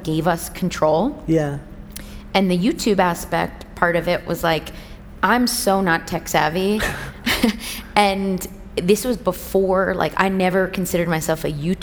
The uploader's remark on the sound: LIVE on the TED Conference stage